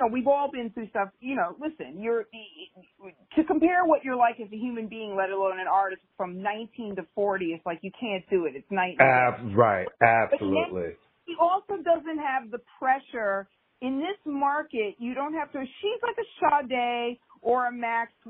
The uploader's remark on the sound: recorded via phone